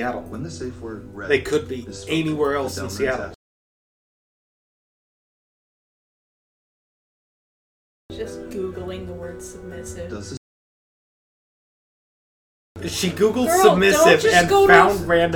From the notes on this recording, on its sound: The mic we used picked up a lot more of the movie's sound than anticipated - I've cut out as much of it as I can, but there's only so much I can do.